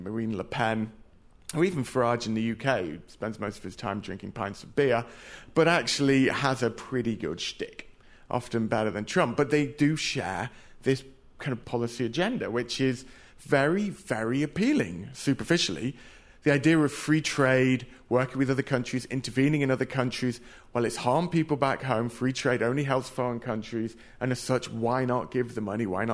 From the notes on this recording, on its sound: America Abroad's global town hall recorded in front of a live audience at The Greene Space at WNYC in conjunction with its partners at NPR Berlin and in Cairo, Egypt.